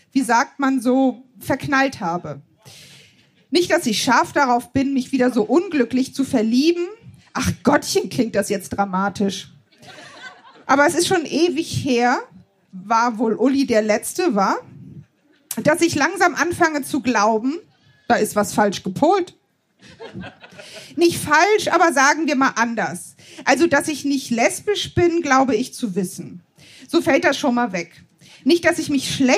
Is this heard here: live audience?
yes